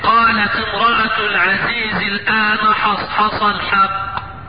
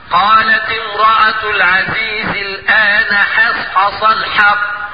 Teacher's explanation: يجب عليك المحافظة على حرف الحاء وعلى ترقيقها خاصة لو جاورت حرف استعلاء زي الصاد والطاء والقاف · Shown in: second take